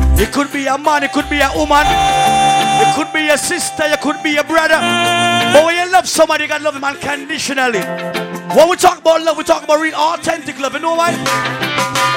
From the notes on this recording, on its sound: PHOENIX LOUNGE FEVER SATURDAYS MARCH 9TH.2019 LIVE AUDIO. VIRGINIA BEACH.